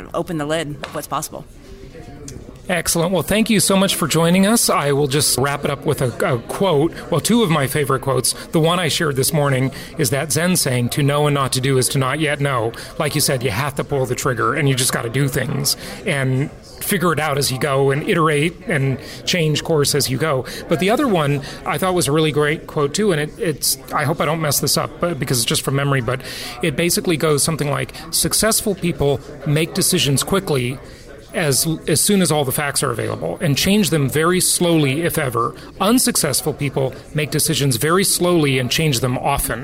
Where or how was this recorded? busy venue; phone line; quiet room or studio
busy venue